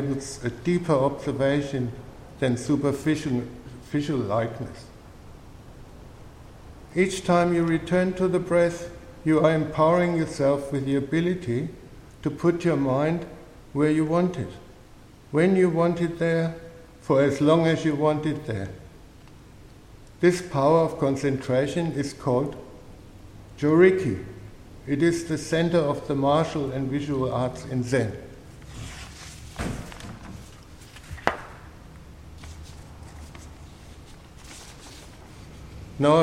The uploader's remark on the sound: A talk delivered at St Paul's dojo in Beaconsfield.